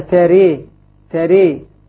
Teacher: فلذلك لما أملت الفتحة أشبهت الكسرة · Term: الإمالة